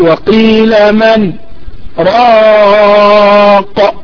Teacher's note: في طريق الشاطبية فيه سكت على النون الساكنة في كلمة من